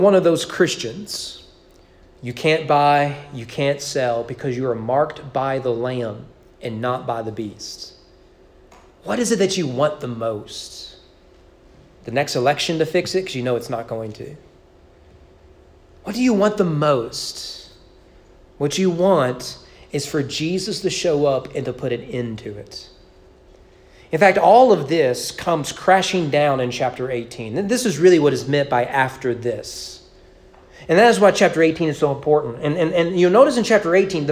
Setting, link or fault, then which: setting, large echoing room